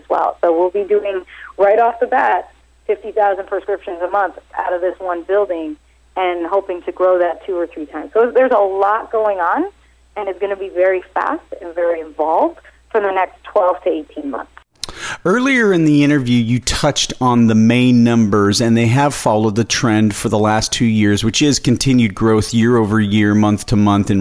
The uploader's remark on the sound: called in to SmallCapVoice.